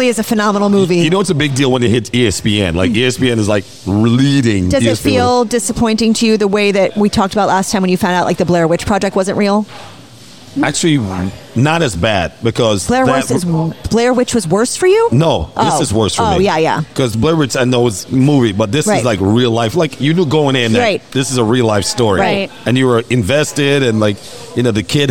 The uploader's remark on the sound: Recorded at Pizza District